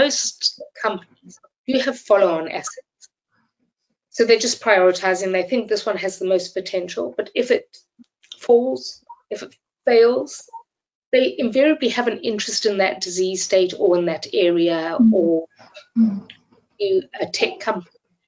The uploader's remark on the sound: This episode was first broadcast as a live webinar in January 2024.